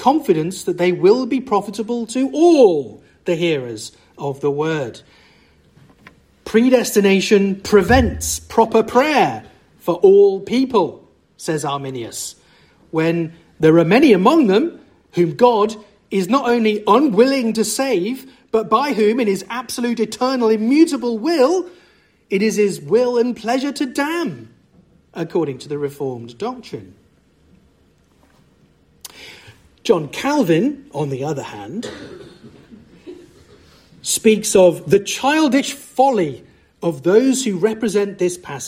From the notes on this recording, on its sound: from the 2023 Fellowship of Word and Spirit Conference